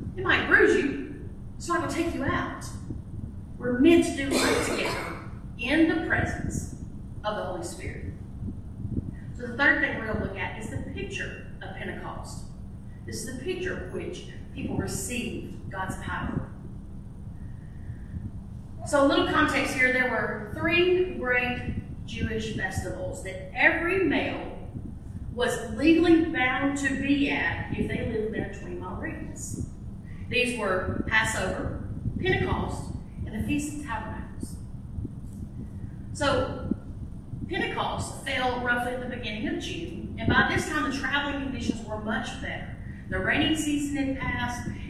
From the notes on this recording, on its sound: This was my last sermon delivered at Ashville First Methodist Church on May 28, 2023.